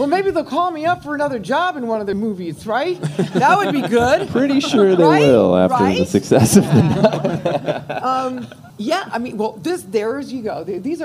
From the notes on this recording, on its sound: a live confessional we recorded at LA Comic Con